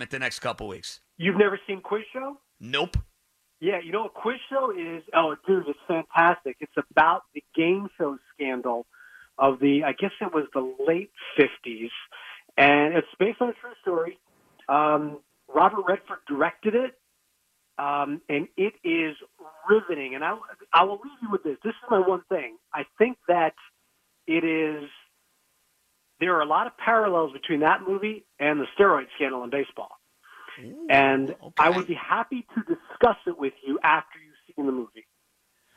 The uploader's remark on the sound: He spends the show talking to the callers, who were the backbone of his show. Some special guests also decided to call in.